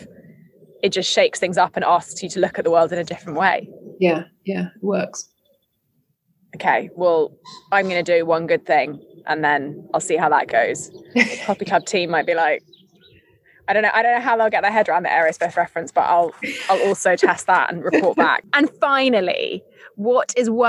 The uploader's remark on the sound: in the luxury of my garden, so excuse the sounds of nature